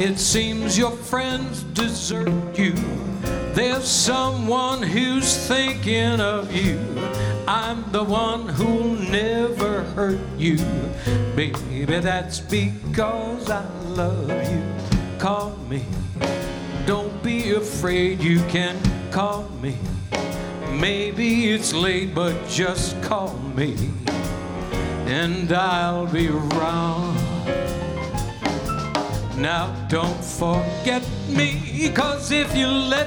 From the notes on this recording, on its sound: Live at the South Point Casino